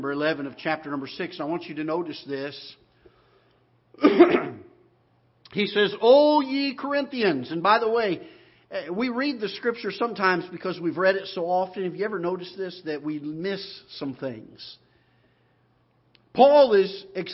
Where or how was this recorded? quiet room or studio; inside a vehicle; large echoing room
large echoing room